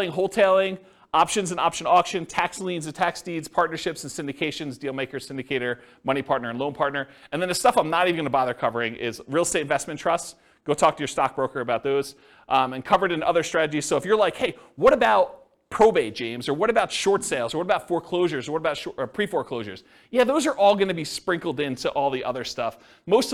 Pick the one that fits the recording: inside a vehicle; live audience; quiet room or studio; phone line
live audience